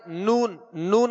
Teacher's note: نون نون کہیں گے تو ناک سے آواز بھی لوٹ رہی ہے · Term: غنہ